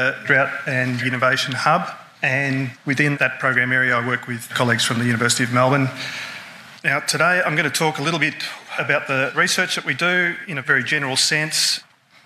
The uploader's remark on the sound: Keynote address at a recent event we hosted in Bendigo, Victoria. This is a short bonus episode from the Vic Drought and Innovation Hub's 2023 Think Tank event, 'Are we drought ready?'.